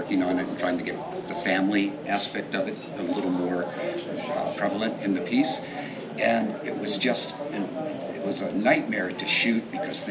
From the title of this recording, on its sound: Live From Pittsburgh's Horror Realm Con 2023